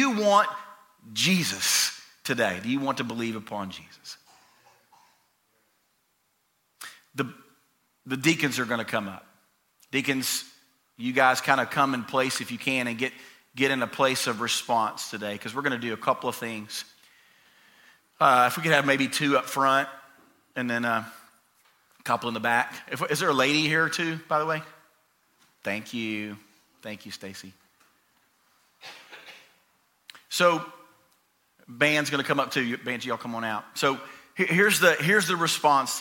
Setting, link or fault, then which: setting, large echoing room